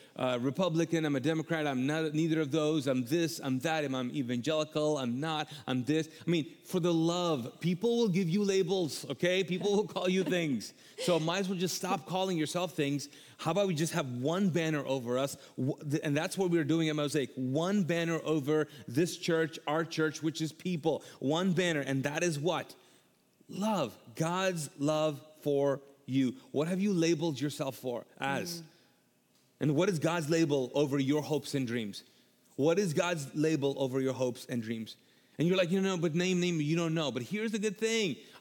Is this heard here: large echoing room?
yes